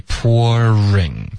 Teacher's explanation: 这个 ring 的 R 的音要嘟嘴然后卷舌。不然它就融成一个音节了。